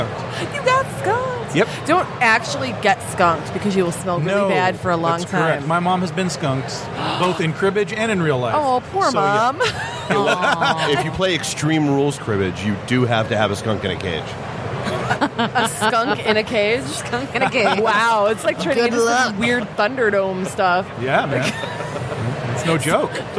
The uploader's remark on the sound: Live from Motor City Comic Con